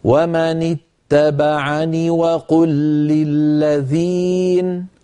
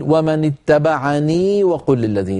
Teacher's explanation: لو وصلنا نصل بنون مكسورة ليس بعدها ياء · Shown in: first take